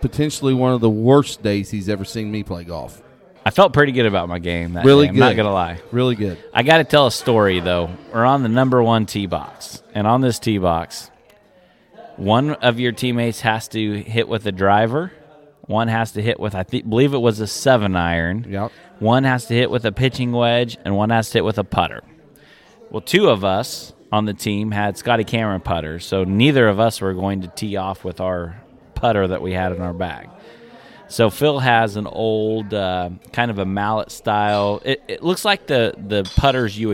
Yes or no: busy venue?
yes